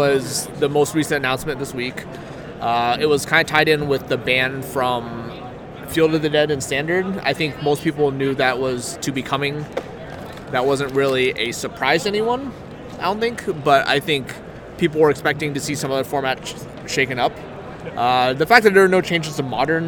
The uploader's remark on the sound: Live from GP Phoenix